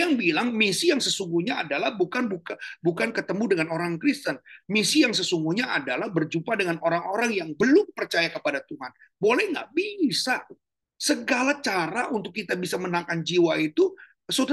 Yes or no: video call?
yes